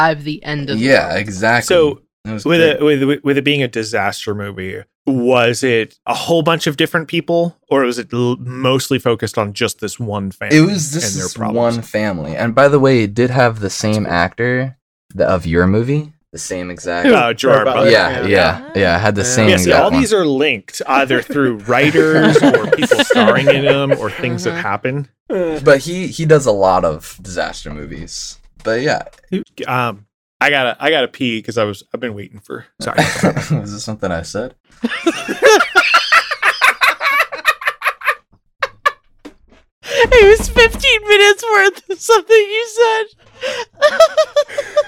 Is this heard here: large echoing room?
no